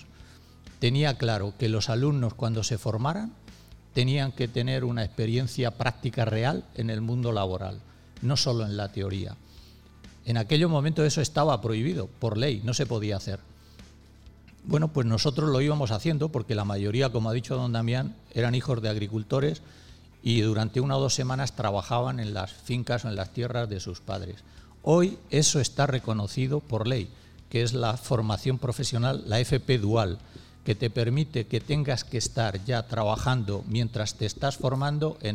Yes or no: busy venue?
yes